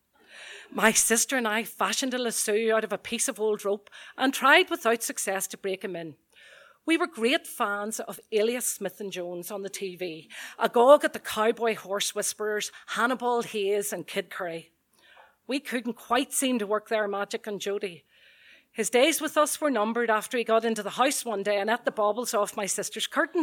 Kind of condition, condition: setting, live audience